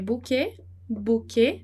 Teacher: lembrar de não falar o T ali no final, nem o S, bouquet, e o O e o U, né?